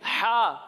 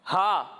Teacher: اور جب ہم ہا کی ادائیگی کریں گے تو اسے حلق کے نچلے حصے سے پڑھیں گے · Shown in: second take